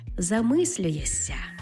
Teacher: Зокрема, наприклад, буквосполук «шся» та «ся». Пишемо то ми «шся», тобто на письмі «замислюєшся», але вимовляємо «ся» · Term: асиміляцією приголосних